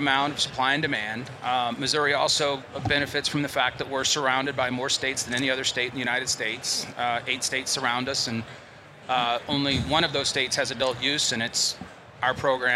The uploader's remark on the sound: Recorded at MJBizCon 2023